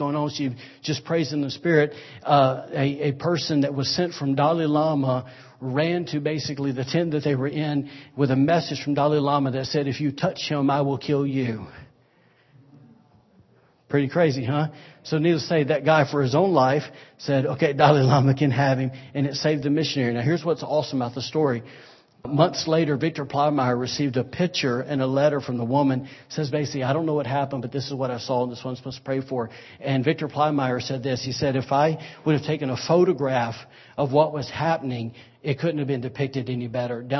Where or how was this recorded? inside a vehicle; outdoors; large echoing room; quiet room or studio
large echoing room